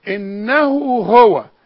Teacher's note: يتبين الهاء الاولى والهاء التانية · Term: اتنين هاء جنب بعض